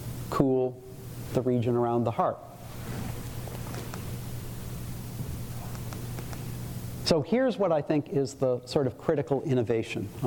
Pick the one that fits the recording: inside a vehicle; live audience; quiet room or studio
live audience